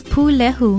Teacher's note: It is spelled P-U-L-E-H-U with a stress or kahako on the first syllable